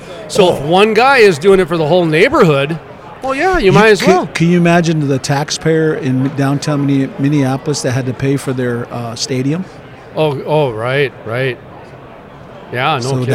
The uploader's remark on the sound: at the Williston Basin Petroleum Conference in Bismarck, ND.